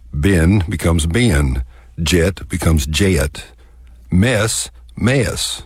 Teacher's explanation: in the traditional or classic Texas dialect, we tend to convert one-syllable words to two-syllable words. · Term: the Texas diphthong